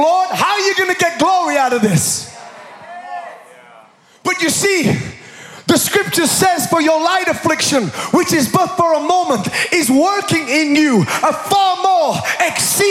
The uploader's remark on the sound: Recorded live at Planetshakers Church (Melbourne).